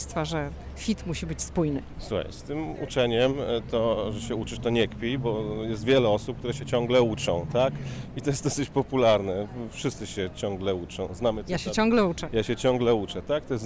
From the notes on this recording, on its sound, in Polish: Odcinek nagrany na ulicach Georgetown, historycznej dzielnicy Waszyngtonu znanej z urokliwych uliczek, przy których stoją domy w zabudowie szeregowej, z drzwiami pomalowanymi w różnych kolorach.